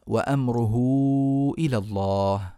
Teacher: وأمره إلى الله ماذا فعلنا؟ هاء مضمومة قبلها متحرك وبعدها متحرك فوصلناها بواو ثم مدينا الواو أربع حركات أو خمس حركات ليه؟ لأن بعدها همزة إذا هذا المد اسمه مد صلة لأن · Term: الصلة الكبرى